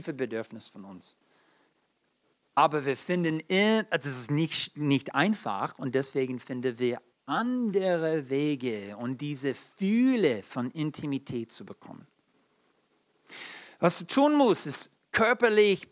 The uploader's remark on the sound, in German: in der Gemeinde Kaleo Schopfheim aufgenommen